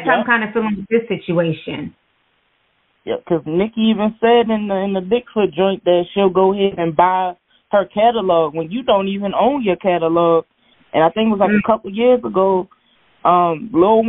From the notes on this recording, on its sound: this episode is a call in show